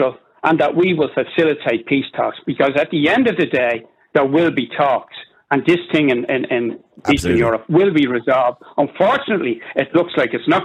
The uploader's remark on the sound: opens the phone lines, urging listeners to share their thoughts and experiences